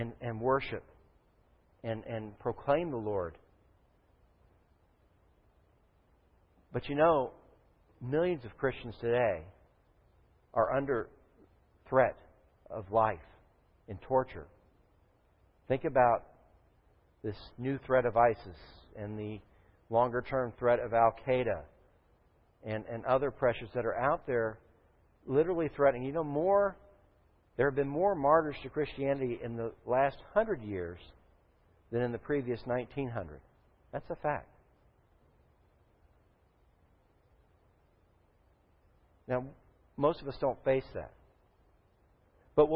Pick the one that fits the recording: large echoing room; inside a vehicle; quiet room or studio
large echoing room